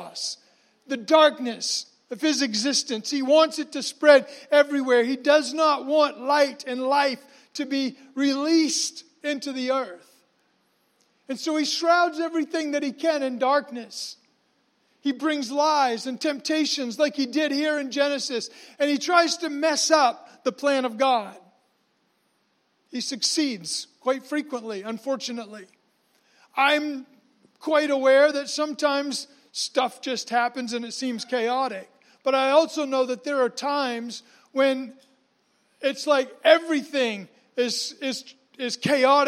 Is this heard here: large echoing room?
yes